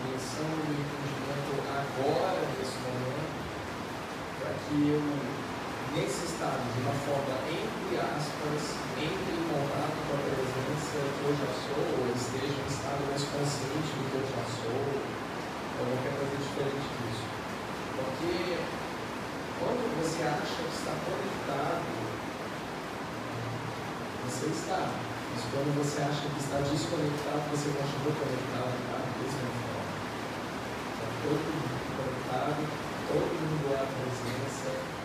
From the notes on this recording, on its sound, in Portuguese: Pedimos desculpas a todos pela qualidade do áudio, estava chovendo muito em Belo Horizonte neste dia.